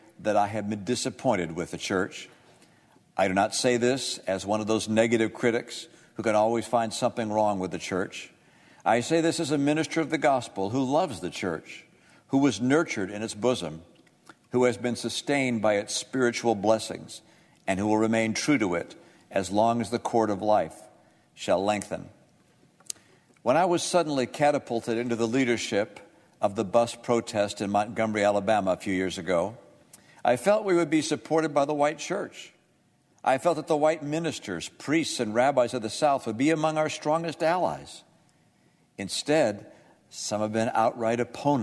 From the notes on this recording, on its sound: On the floor of the United States Senate. Audio from the Senate floor.